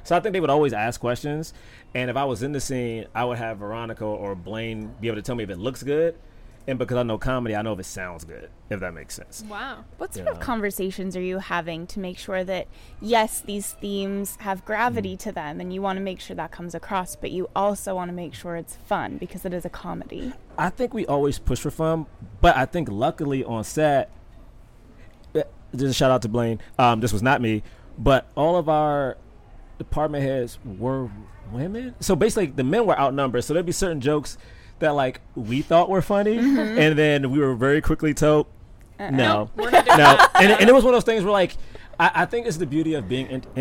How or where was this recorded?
busy venue